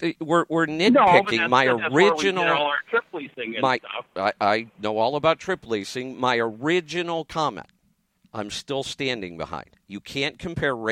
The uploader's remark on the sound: Call in Question and Answer Show. Live show is every weeknight at Midnight ET.